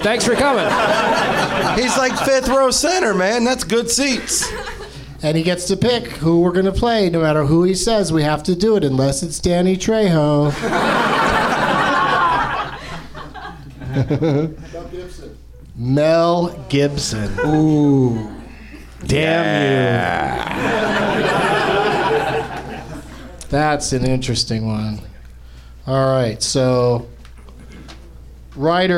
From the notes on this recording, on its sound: Live from the NerdMelt Showroom in LA